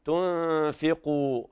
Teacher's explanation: وهنا ترقيق الغنة عند الفاء